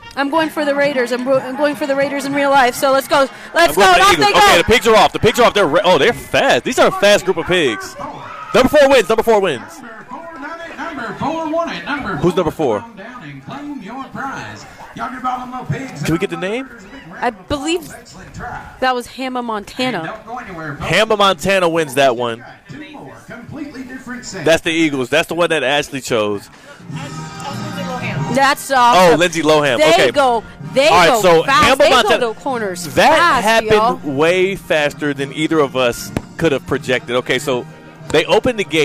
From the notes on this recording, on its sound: live from the South Florida Fair!